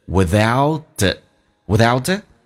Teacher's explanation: Without it,如果没有的话,without 跟 it 有一个连叫 without it.记住 it 的 t 可以去掉，不发音的